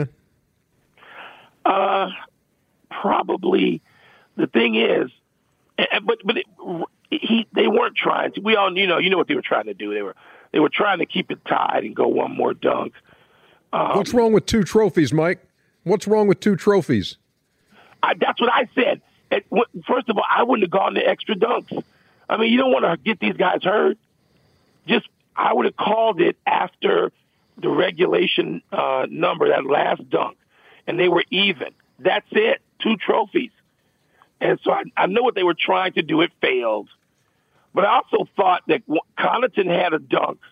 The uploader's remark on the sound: calls